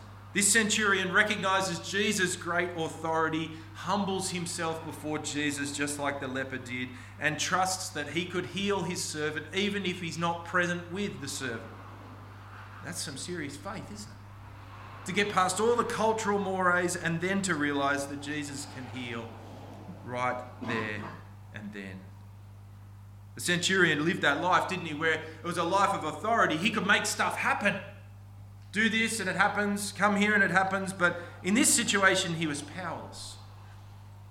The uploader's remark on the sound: This sermon was preached on 27th August 2023 at all services of Helensburgh and Stanwell Park Anglican Church.